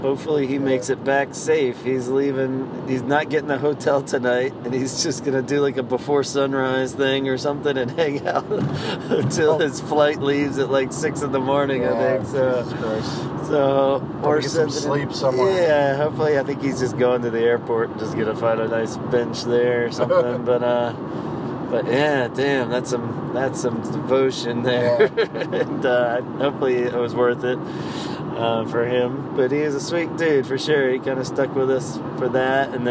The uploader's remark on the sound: Hop in the car & ride along!